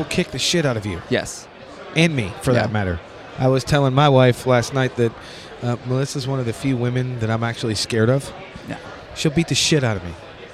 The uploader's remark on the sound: We sat down in front of Starbucks in the Hilton hotel during the Anaheim NAMM Convention